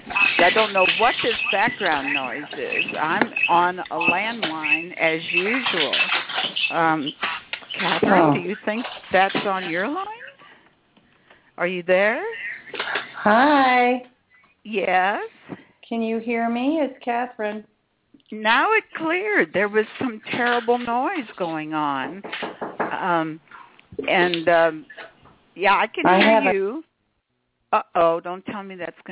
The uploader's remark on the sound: In this capacity she will do a channeling session live so that callers can call. Personal responses to callers during the special call-in segment.